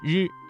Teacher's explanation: 生摩擦音。那要注意保持气流均匀通过，避免和滋的平舌音产生相近的发音。再来看吃，吃的发音位置是舌尖要抵住或者接近硬腭后部，要点要注意与之类似，但是在发声前呢，要先堵塞气流，然后突然放开，形成爆破声。要注意的是区分吃和呲的发音，前者是翘舌音，后者是平舌音，发音时要有明显的爆破感。再来看诗，诗发音的时候舌尖要抵住或接近硬腭的后部，要点是舌尖要翘起靠近硬腭后部，形成狭窄的通道，气流通过时啊，不形成完全的阻塞。要注意与呲的平舌音一定要区分开，保持舌尖的翘起状态，来确保摩擦声的清晰。再来看日，日的发音位置是舌头要稍微的卷起来靠近硬腭前部，发音要点大家要注意舌尖要卷起接近硬腭前部，但是不完全阻塞气流，要形成一种轻微的颤动。要注意的是不要把它的发音和英语当中的字母 R 相混淆，普通话当中的声母日更接近于一种轻微的颤音而非滚舌音。在练习这些翘舌音的时候，最重要的是要掌握舌头的正确位置和形成狭窄通道的能力，来确保声音。